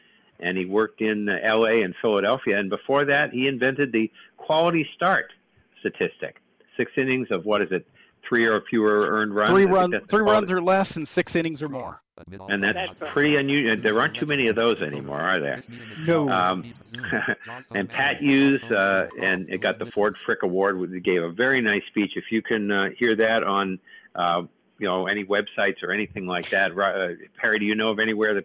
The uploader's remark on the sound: Take your live calls.